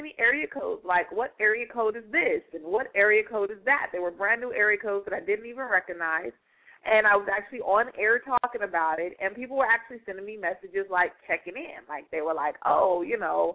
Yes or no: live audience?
no